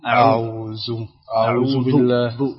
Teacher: أعوذ هو ذال وليس زاي